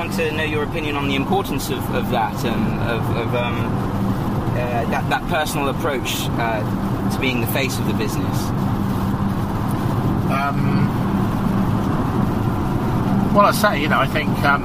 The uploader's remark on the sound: The podcast was recorded in the car as they travelled. Pologise for any background noise.